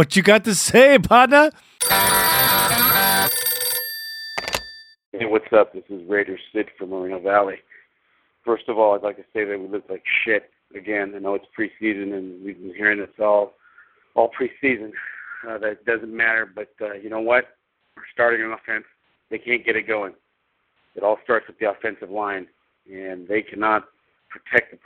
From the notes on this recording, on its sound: Raider Nation “Boneline” Call-in Segment